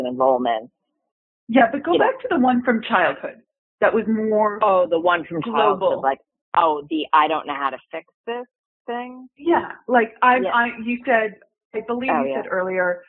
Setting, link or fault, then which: link, phone line